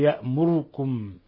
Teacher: قرأ أبو عمرو وهو البصري بخلف عن الدوري، يعني الدوري له وجهان، بإسكان الراء يأمركم، والوجه الثاني للدوري الاختلاس، يعني ليس ضمة كاملة وإنما ضمة مجتزأة يعني مختلسة بمعنى ناقصة. والاختلاس والإتيان بثلثي الحركة، يعني ضمة غير تامة، بدل أن نقول يأمروا يقول يأمركم هكذا خطفا.